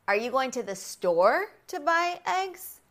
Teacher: So the focus is on the eggs because to the listener, eggs means something important. They're making sure that they heard correctly.